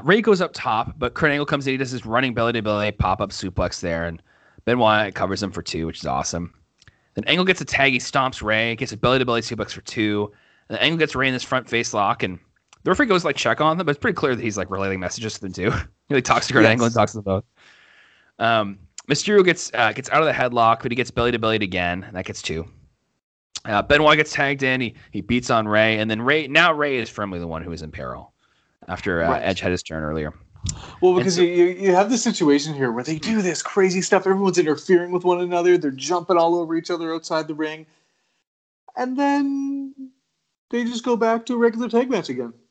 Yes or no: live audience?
no